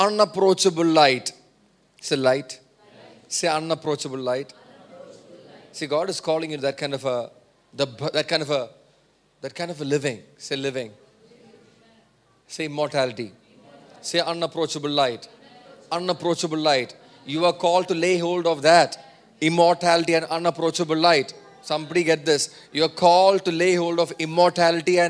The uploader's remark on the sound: Preached at Sunday Service on 5 November 2023 at Revelation Church.